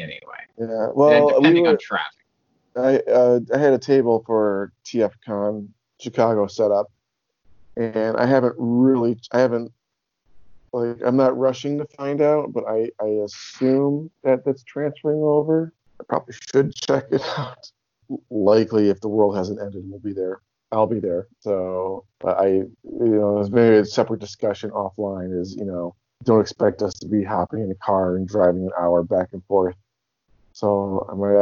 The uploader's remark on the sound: Then his landline phone rings. Apologies for the sound. My mic cuts out a lot.